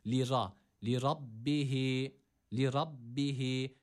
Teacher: Lirabbihi kelimesinde yine ra kalın okunuyor burada. Üstün bir hareke almış. A sesi veriyoruz.